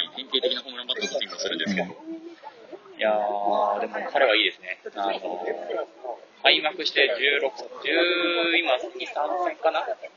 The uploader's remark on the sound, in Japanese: 外収録で音質が悪いことをご了承ください。